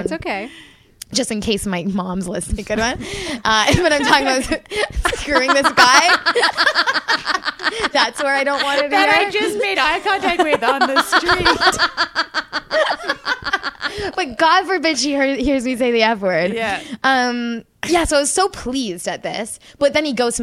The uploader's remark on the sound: Steals all the laughter on the live show.